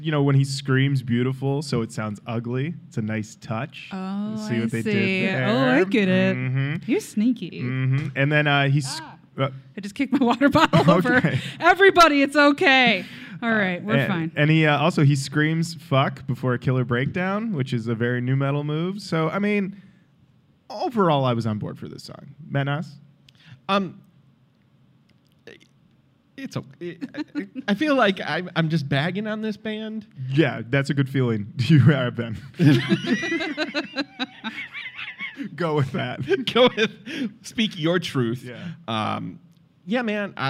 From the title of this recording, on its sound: Live at Snow Day 2019